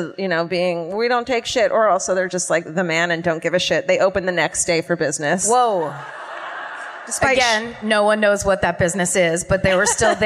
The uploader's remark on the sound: Live at the Arlene Schnitzer Concert Hall in Portland (2018)